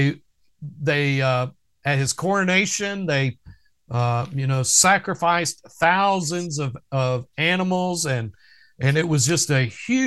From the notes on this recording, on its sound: our Wednesday Evening ZOOM Bible Study